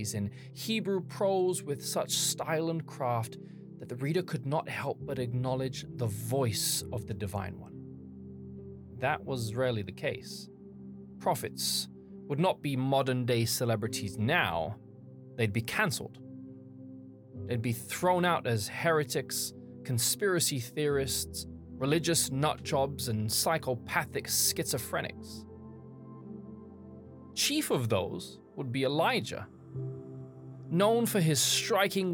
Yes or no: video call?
no